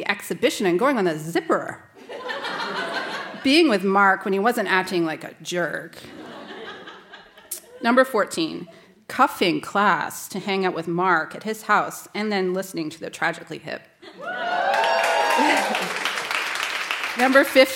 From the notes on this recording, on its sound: Recorded live at Charlotte Street Arts Centre in Fredericton.